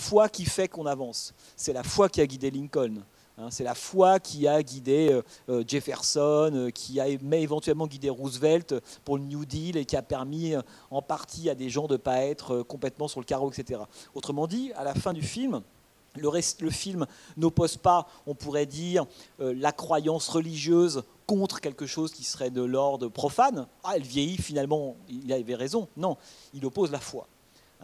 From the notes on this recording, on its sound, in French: Enregistrement intégral de l'intervention. Suite à la projection du film le mercredi 5 novembre 2014 au Centre des arts d'Enghien-les-Bains.